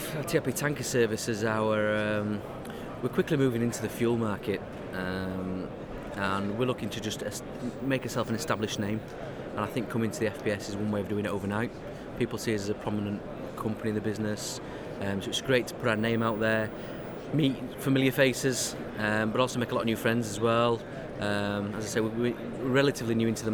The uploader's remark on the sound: Live broadcast from the Federation of Petroleum Suppliers' annual expo 2016 at the Exhibition Centre Liverpool